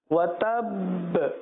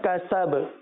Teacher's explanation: پہلا کلکلہ مشدد تشدید والا ہے وتب، اور دوسرا جو ہے وہ ساکن کلکلہ ہے کسب